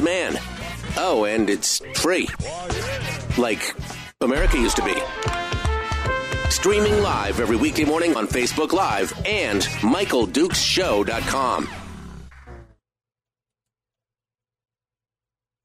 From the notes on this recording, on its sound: We'll also take your phone calls